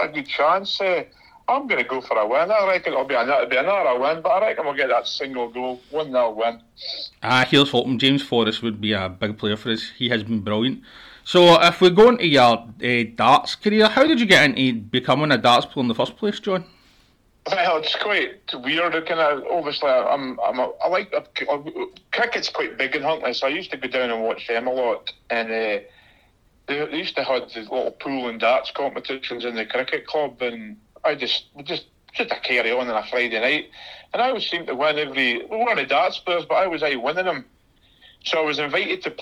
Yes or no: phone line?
yes